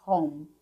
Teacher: home, som final de M, fecha a boca.